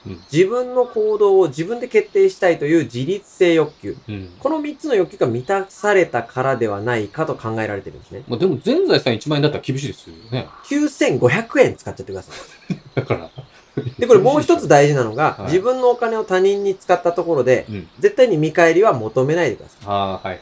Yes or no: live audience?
no